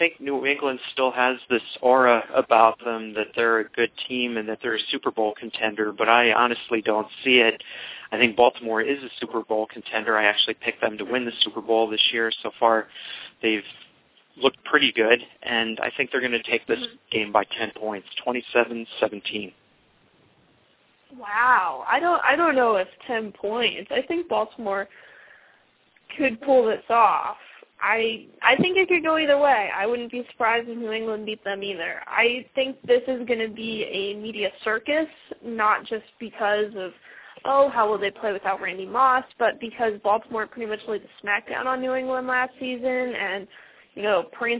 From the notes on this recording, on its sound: fan interaction via phone